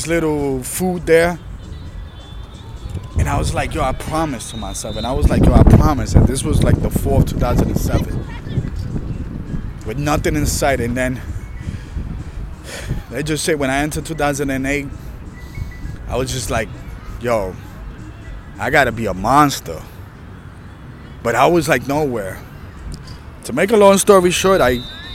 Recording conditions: outdoors